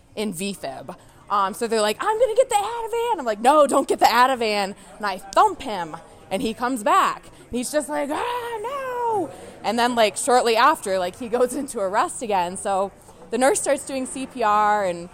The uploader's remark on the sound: This story was live recorded at our EM Storytelling Happy Hour in Denver, Colorado.